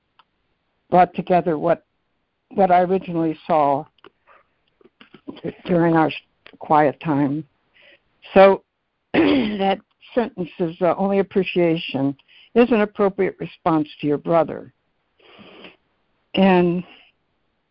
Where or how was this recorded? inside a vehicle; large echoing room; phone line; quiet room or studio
phone line